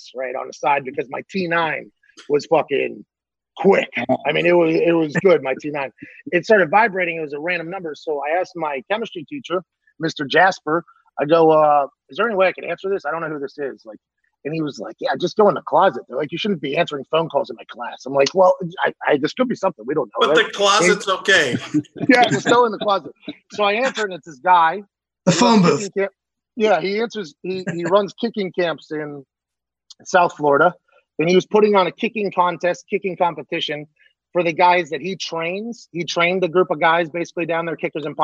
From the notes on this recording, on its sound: head to the Zoom app